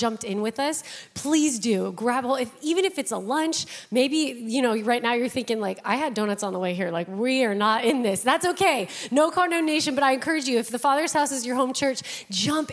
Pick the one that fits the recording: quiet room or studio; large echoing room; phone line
large echoing room